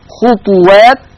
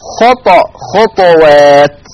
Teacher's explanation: حفص يقرأ بالضم خطوات، أما ورش فيقرأ بالإسكان مع القلقلة